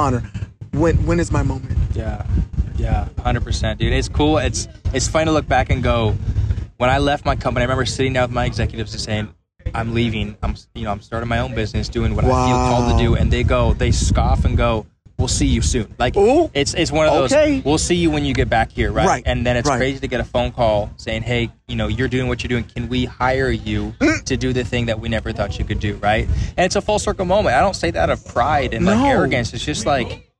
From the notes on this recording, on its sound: I decided to record a conversation on the beach in Tampa Florida